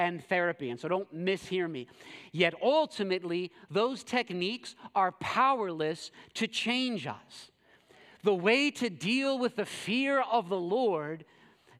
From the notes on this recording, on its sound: preached this sermon at Covenant Fellowship Church on August 13, 2023.